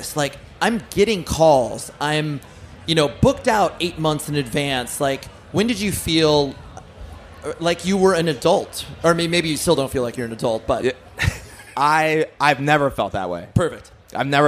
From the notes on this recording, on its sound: LIVE FROM OUTBREAK FEST 2022! We had these discussions in front of a live studio audience.